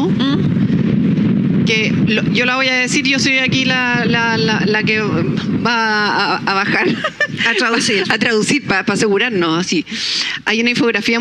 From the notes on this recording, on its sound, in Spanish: Durante el Festival Puerto de Ideas Valparaíso 2021.